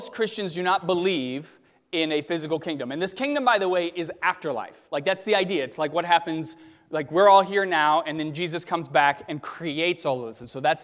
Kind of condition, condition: setting, large echoing room